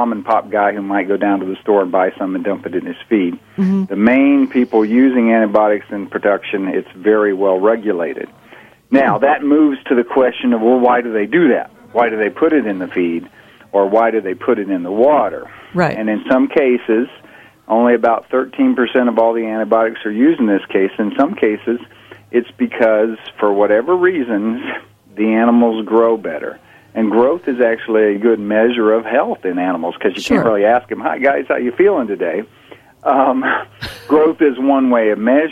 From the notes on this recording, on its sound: talks with us over the phone